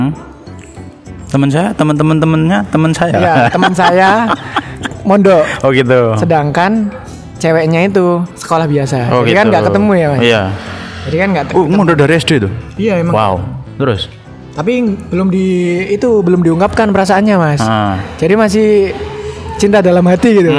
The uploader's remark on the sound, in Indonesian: Episode ini kami kembali lagi rekaman di pinggir jalan